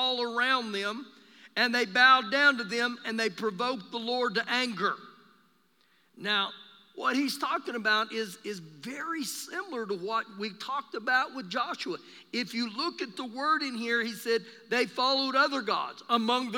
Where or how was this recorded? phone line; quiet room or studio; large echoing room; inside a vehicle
large echoing room